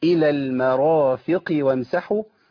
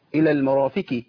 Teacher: القاف انزل بها الى ادنى مراتب التفخيم وهي القاف المكسوره · Shown in: first take · دي تحت خالص اقول ايه الى المرافق وامسحوا ما اقولش الى